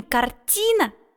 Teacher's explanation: когда мы говорим «картина», мы на звуке «и» голос делаем громче и слог выделяем · Term: Ударение